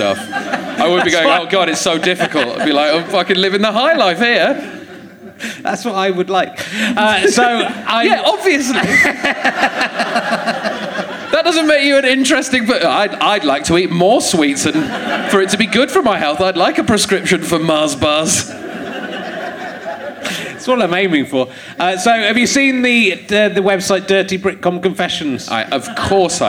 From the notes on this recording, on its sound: Leicester Square Theatre Podcast. Finds a woman in the audience who doesn't seem to know where she is. She continues to be bamboozled throughout the show.